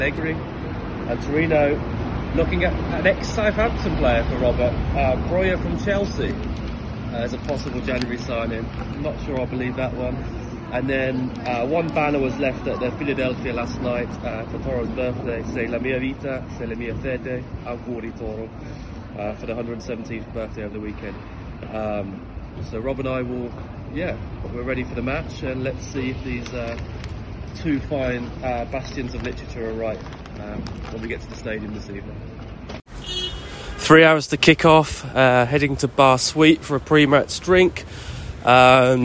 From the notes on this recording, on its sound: Live from Turin. This episode begins with a clip recorded at 'Bar Norman' birthplace of Torino Football Club. The pod features live audio from Monday night's match against Atalanta, and then the pod itself is recorded almost immediately following Toro's 3-0 victory.